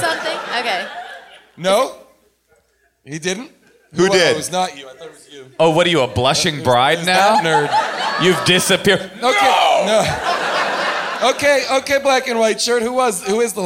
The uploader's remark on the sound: Recorded LIVE from the world famous Largo at the Coronet in Los Angeles. A real veterinarian from the audience answers the question of the night.